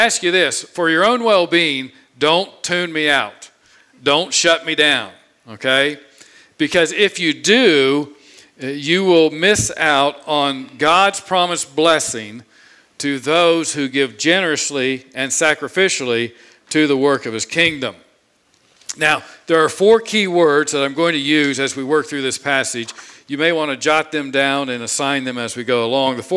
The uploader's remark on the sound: This sermon was preached on Sunday, July 18, 2021 from the pulpit of Grace Community Church in Berea, KY.